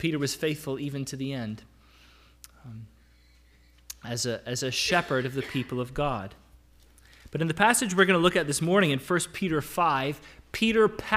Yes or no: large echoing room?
yes